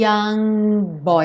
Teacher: Young é uma palavra que poderia ter o G, young, mas aqui ela já está fechando a boca para o B do boy, então do N, young boy.